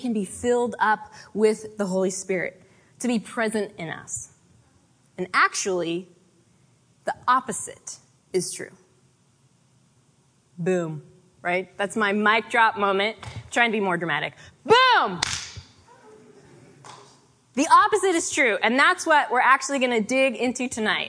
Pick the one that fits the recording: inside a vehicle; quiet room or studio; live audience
live audience